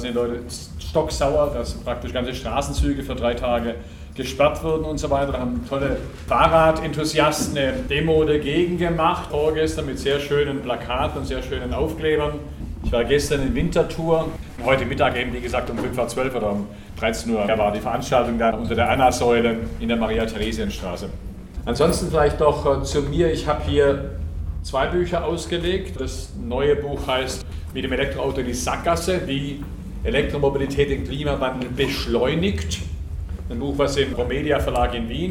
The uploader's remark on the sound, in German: Ihr hört den Mitschnitt einer Veranstaltung